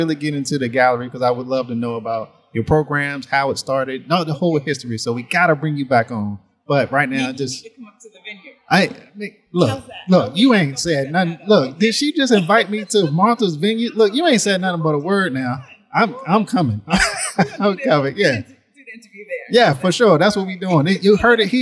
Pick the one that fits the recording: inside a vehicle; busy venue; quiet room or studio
busy venue